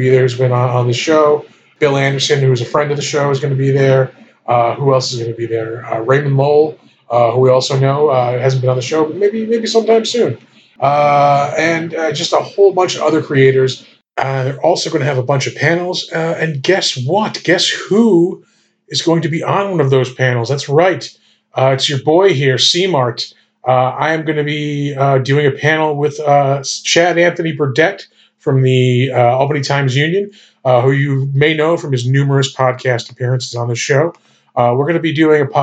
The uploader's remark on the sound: APOLOGIES FOR THE SOUND ISSUE